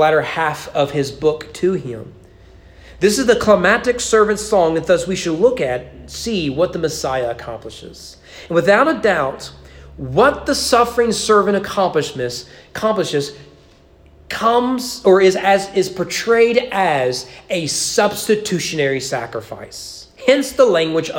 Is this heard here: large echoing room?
yes